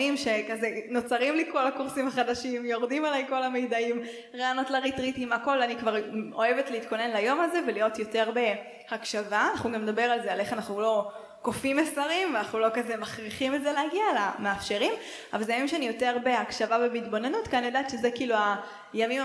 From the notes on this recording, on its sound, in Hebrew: וב1.9 עשינו הקלטת לייב, בבית חנה בתל אביב והקלטנו יחד את פרק השנה.